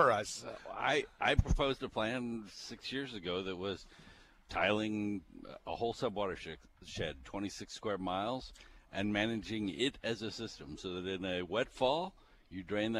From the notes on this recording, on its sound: broadcasting live from the 41st Annual Red River Basin Land & Water International Summit Conference with the Red River Basin Commission